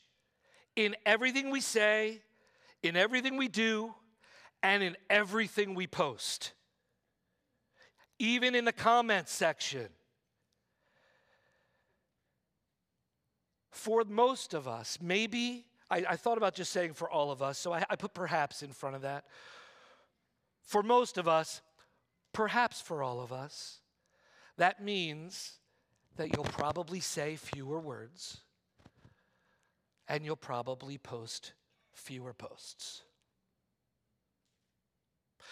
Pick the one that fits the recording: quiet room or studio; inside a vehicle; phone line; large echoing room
large echoing room